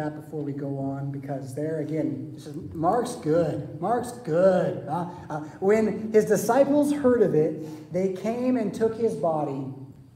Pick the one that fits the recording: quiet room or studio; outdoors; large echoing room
large echoing room